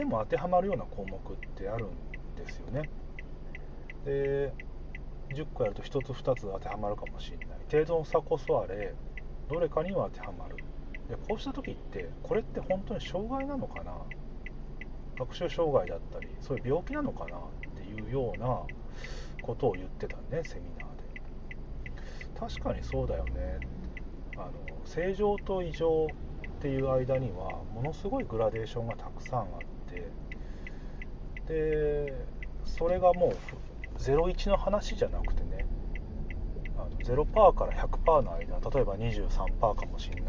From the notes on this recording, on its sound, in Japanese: 車の中で収録